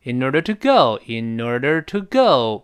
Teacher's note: 因为这个 go 要重读往下降，得从高处才能往下降啊